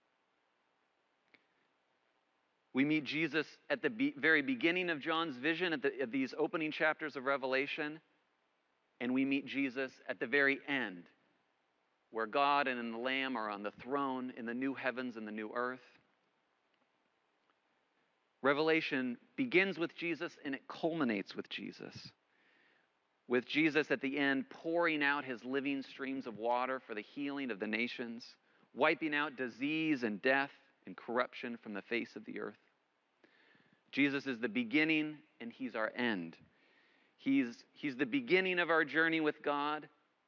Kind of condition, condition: setting, large echoing room